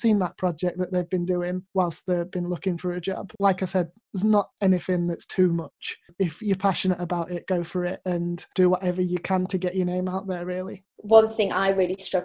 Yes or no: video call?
yes